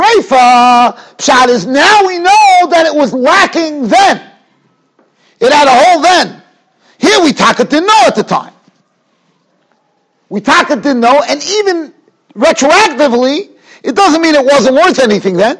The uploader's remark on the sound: Shiur recorded in Yeshivas Ohr Reuven, Monsey, NY.